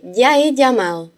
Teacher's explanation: En la mayor parte de los sitios de habla hispana decimos la Y, la Y, como la doble L. Mi pronunciación es más suave, ya he llamado.